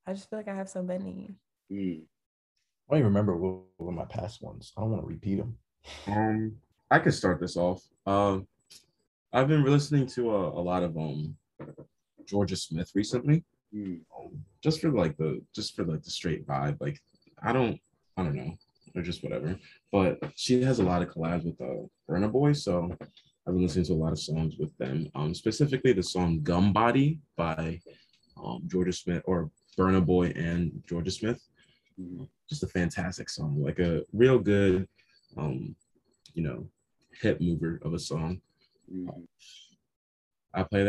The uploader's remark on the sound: 10 pm on Zoom.